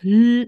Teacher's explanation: vor allem die Mitlaute, ja, also die lassen sich nicht so wirklich gut sprechen, obwohl das L zum Beispiel, das ist ein sogenannter Dauerkonsonant, ja, der klingt ganz gut, der ist sogar stimmhaft, L, ja, das kann man sogar als hier, wenn ich das so ins Mikro spreche, wahrscheinlich ganz gut hören.